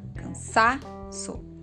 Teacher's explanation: vocês percebem que a sílaba mais forte, com maior tonicidade, é sa, cansaço · Term: sílaba tônica